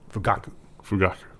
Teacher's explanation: I think the emphasis would be on the middle syllable.